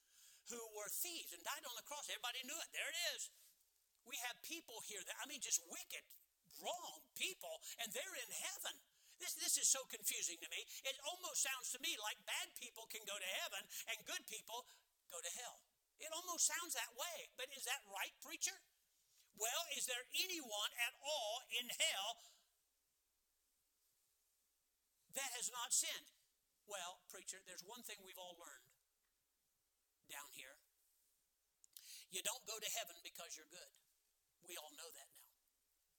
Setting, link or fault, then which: setting, large echoing room